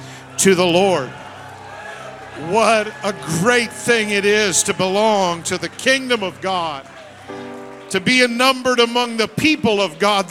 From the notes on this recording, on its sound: Sunday Morning Service. The Anchor Church of Zanesville, Ohio.